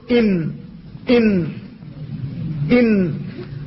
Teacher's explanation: يستعلي اللسان عندها قليلا وتخرج هي من تحت رأس اللسان · Term: النون